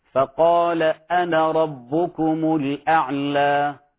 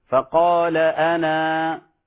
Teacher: في حال الوصل لا ننطق بالألف، أما في حال الوقف فتنطق ألفا كاملة · Term: علامة القصر